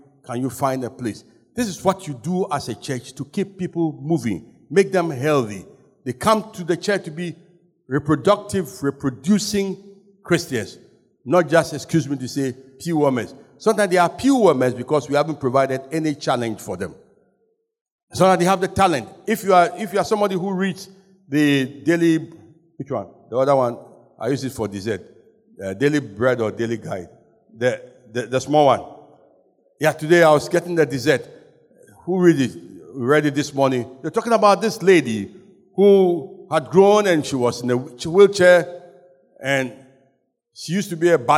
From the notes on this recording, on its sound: Sermon preached at CBC Shiashie